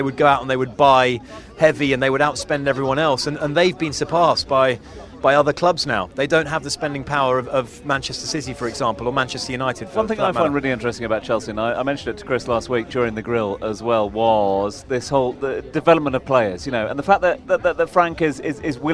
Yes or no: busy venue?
yes